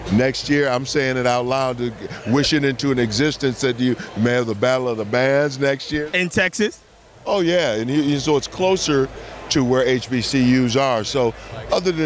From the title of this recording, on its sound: Live from the 2023 MLB All Star Game